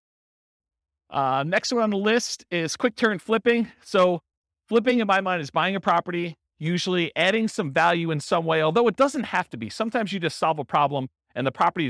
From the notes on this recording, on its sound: This was a live class recorded to give investors a solid qualitative overview of all the different real estate investing strategies. Real estate entrepreneurs in Everett, Washington.